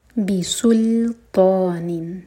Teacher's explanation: scene के दोमा के लिए होठ गोल होंगे, लेकिन जब लाम पर पहुँचे तो होठों को फ्लैट कर लें